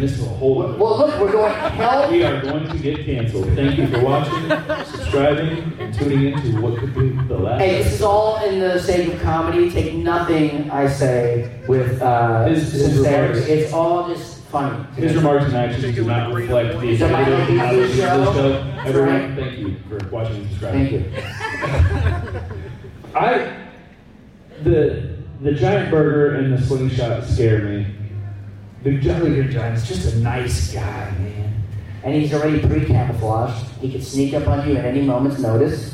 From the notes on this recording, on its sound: LIVE at Florida SuperCon! This week we travel down to Florida SuperCon in Miami (a ReedPop convention). Filmed in front of a live studio audience.